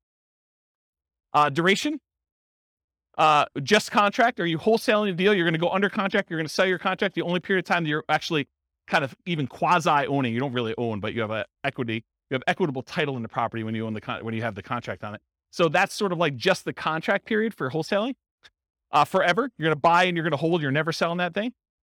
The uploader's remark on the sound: This was a live class recorded